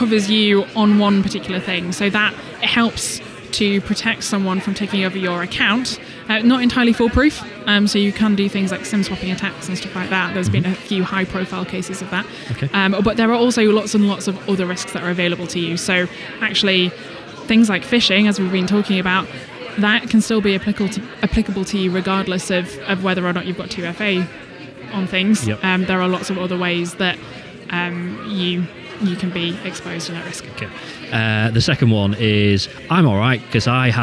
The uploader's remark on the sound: Recorded at the YORBusiness Expo in Leeds in March 2023.